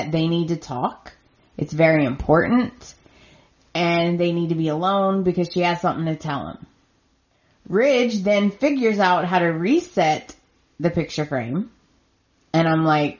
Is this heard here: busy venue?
no